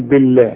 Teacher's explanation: بالله مدام البه مكسورة بنرقق لفظ الجلالة